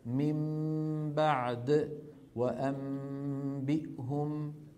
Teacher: شكل الشفتين عند نطق الميم المنقلبة عن النون، ويكون بانطباقهما على بعضهما دون مجافات ولا كز